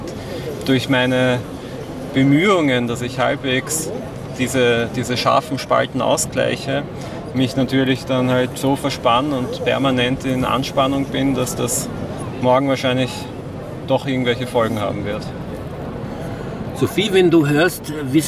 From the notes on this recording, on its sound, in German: Live von der Aktion, um diese Haltungsform zu beenden.